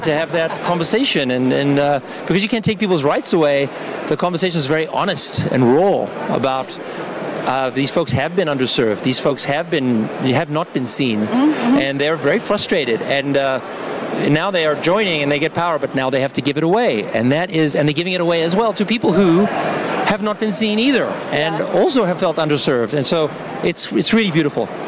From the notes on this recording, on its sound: Live from Consensus in Austin, Texas